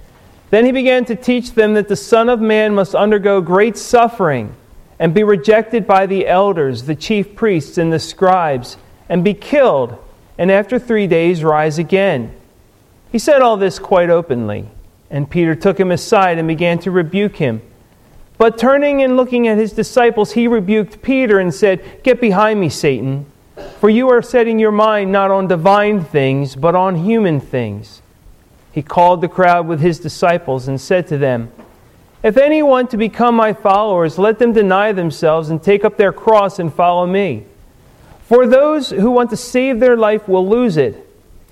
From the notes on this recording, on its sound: Recorded at Ebenezer UMC on March 1, 2015